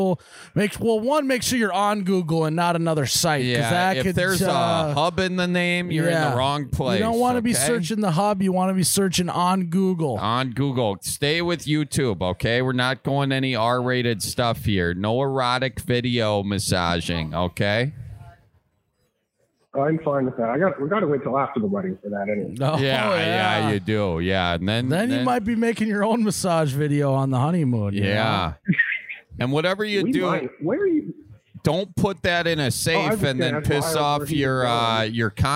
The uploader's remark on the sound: We are on location this week at The Newport in Milwaukee.